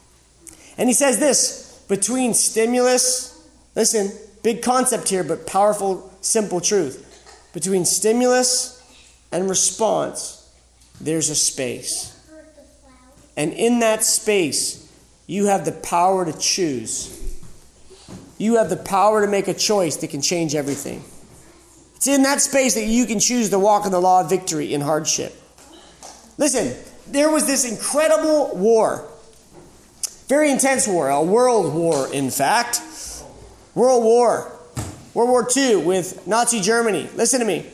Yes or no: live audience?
yes